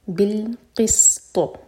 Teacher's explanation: قاف حلق سے اور طاء پر قلقلہ ہیوی